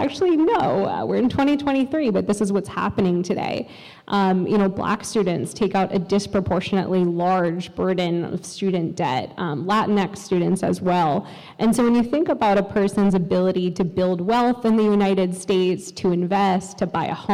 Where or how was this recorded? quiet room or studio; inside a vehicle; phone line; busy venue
busy venue